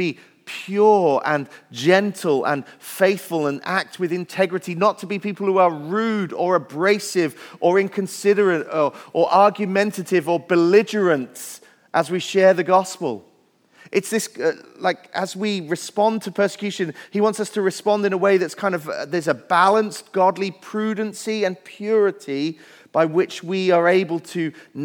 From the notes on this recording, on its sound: Message Preached at Valley Creek Church.